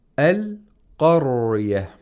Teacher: Then we have ra with sukun. And we have to pronounce the ra with tafkhim again. Tafkhim. Because it's preceded by a letter with fatha.